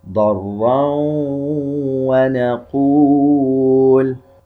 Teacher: كلمة ضرا بعدها حرف الواو، إدغام بغنة، نظهر الغنة بقدر حركتين